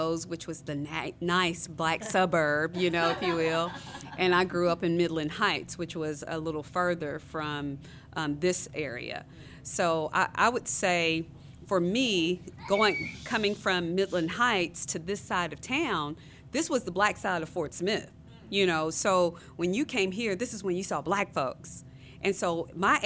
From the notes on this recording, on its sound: Undisciplined comes to you live from Aki'bart Gallery in Fort Smith, Arkansas